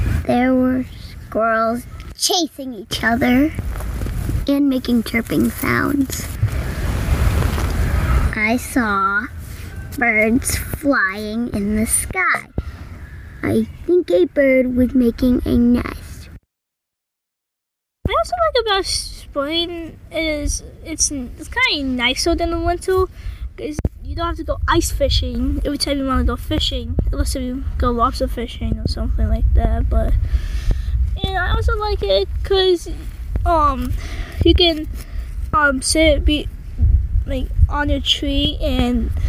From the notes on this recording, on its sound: on May 9th we sat under a spruce tree together behind their school where I recorded them sharing their writing